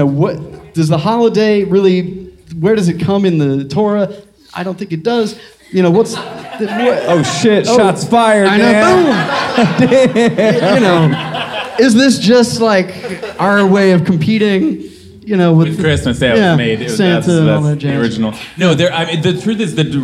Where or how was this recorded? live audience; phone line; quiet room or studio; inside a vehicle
live audience